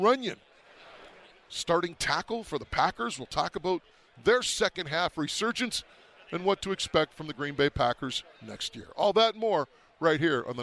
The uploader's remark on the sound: from Super Bowl 58 in Las Vegas - Day 3